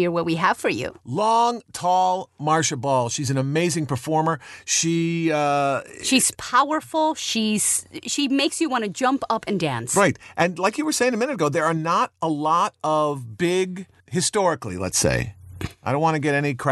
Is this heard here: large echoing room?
no